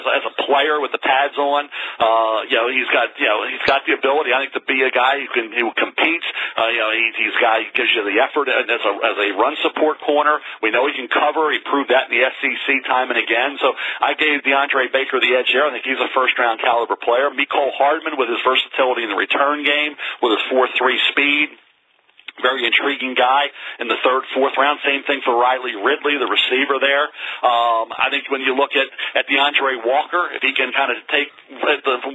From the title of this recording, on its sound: NFL Draft Conference Call